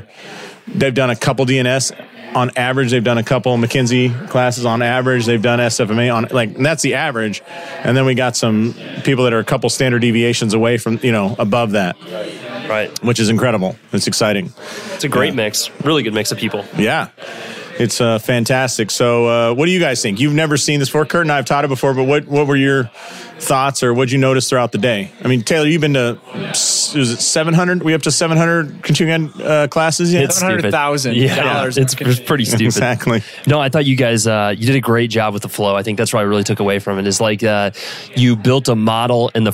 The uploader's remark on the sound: Live in St. Louis at Winchester Spine and Sport. This episode was recorded during a Clinic Gym Hybrid Live Event in St.